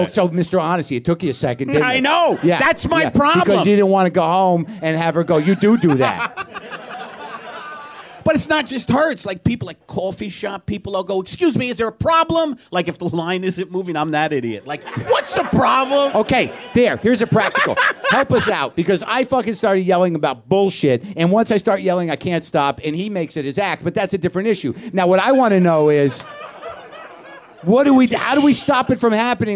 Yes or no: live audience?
yes